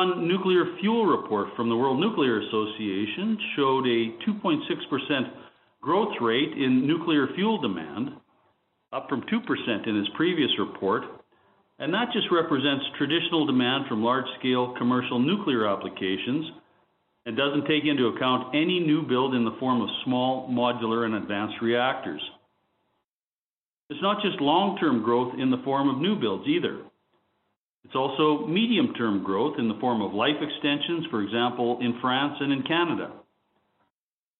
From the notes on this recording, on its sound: features Cameco’s Q3 conference call